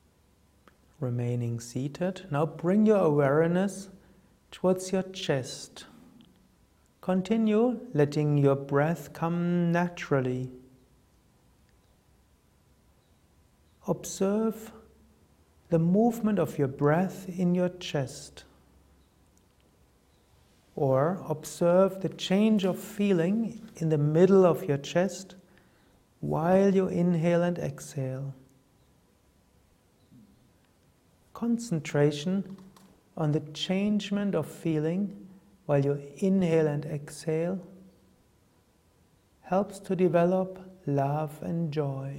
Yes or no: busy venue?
no